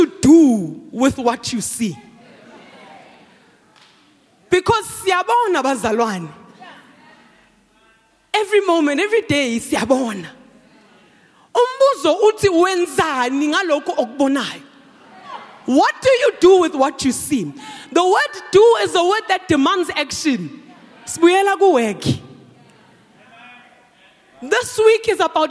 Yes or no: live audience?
yes